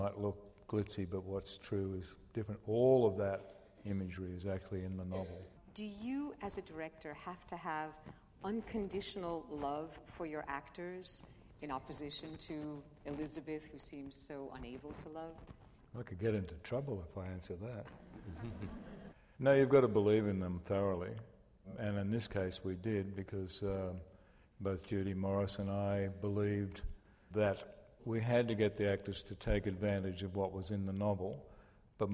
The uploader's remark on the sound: At the 92nd Street Y. As part of the 92Y’ s long-running film screening and discussion series, “Reel Pieces.” Were interviewed before a live audience.